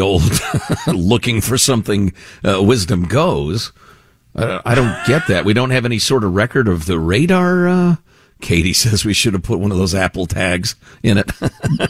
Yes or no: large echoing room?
no